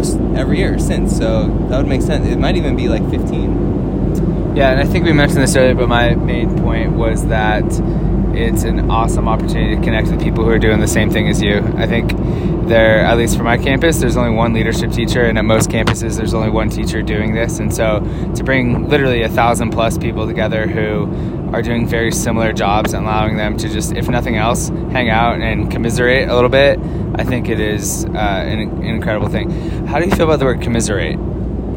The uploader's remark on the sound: We are at CADA. We recorded this on an airplane to add some degree of difficulty and high altitude production value.